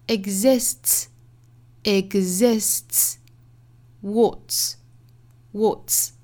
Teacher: t 后面加一个 s 的发音，两个辅音连缀我们发成了一个全新的 ts 的声音